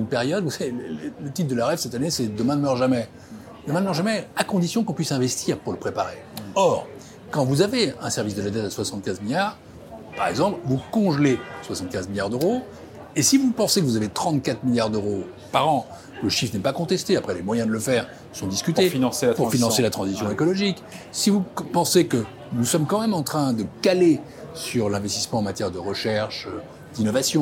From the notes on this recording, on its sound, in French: enregistrée lors de La REF du Medef le 29 août 2023 à l'Hippodrome de Longchamp